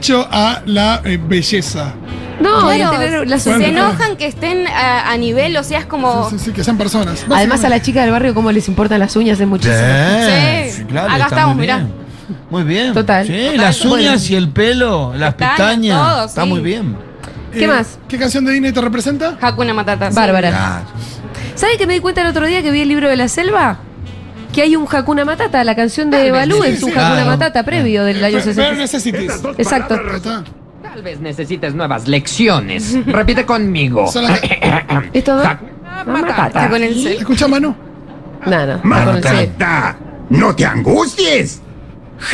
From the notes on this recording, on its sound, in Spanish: … en vivo en Yunta Bar.